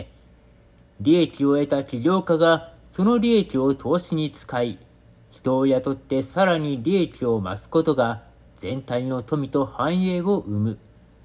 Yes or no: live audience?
no